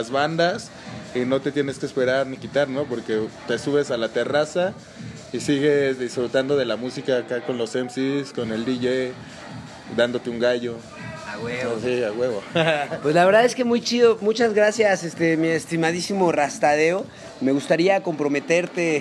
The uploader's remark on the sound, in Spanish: En Vivo En el Bazar Cannábico en Capitán Gallo